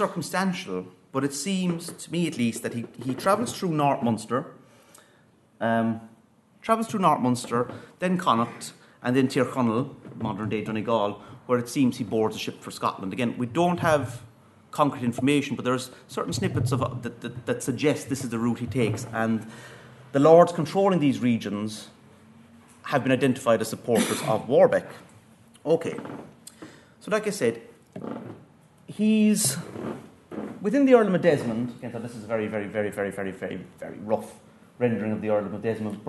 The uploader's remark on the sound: At the 2022 Tudor and Stuart Ireland Conference.